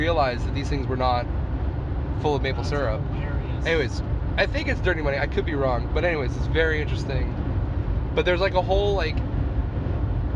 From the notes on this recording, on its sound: Record our conversation while driving back from the Niagara Video Game Swap.